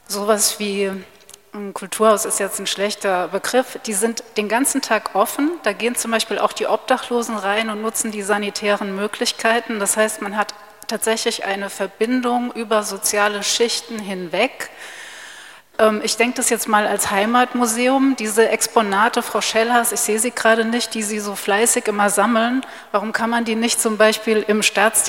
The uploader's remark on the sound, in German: Podiumsdiskussion vom Dachverband Kultur e.V. Sie hören die leicht gekürzte Fassung des Mitschnitts.